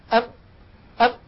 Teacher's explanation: أم أن أم، لما أقول أم يحدث أمراني، تنطبق الشفتان ويخرج من الخيشوم عن طريق فتحتي الأنف صوت، مجموع هذا العمل يشكل حرف الميم. بدليل لو أني سددت الأنف وقلت ونطقت ميم ساكنة يختل الصوت، · Term: الغنة